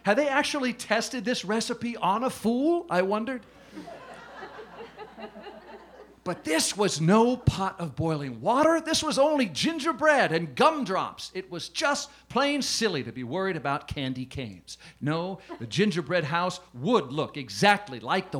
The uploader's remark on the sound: A Rogue’s Christmas is part of Town Hall Seattle’s Short Stories Live series. This 12th annual event took place at Taproot Theatre in Greenwood.